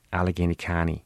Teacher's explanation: I didn't even say the T sound in county. That's part of most of American English, North American English.